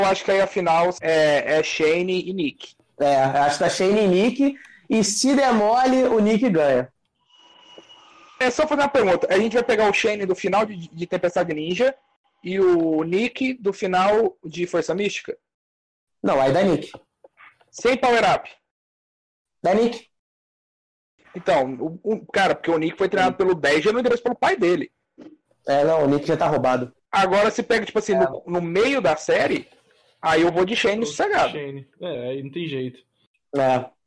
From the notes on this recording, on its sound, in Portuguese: A edição ta mais cagada que o normal? Esse programa foi editado mais uma vez via celular, na raça, durante a quarentena em que estamos e sem uma refinada no áudio.